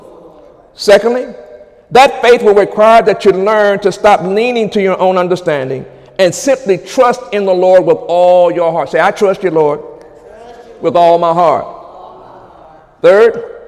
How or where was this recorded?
large echoing room